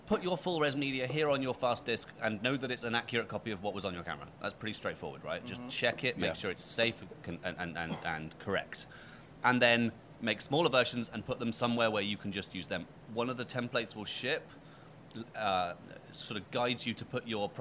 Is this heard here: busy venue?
yes